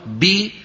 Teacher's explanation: لما أقول بي تبتعد الشفتان ويرتفع وسط اللسان · Term: الكسرة